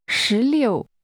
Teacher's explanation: 16 is pronounced with rising and falling tones.